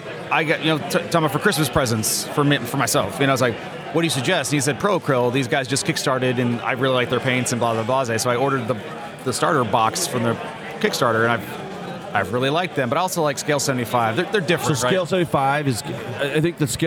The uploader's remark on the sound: Continues our on-site Adepticon coverage with recordings from Friday March 24, 2023. Today we bring you more fantastic player interviews.